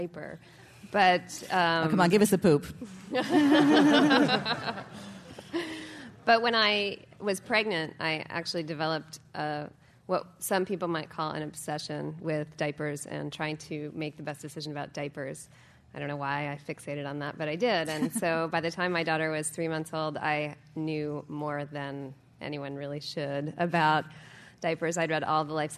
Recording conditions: live audience